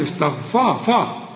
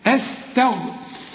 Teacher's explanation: ورقق الفه وفخم الراء ورقق التاء · Shown in: second take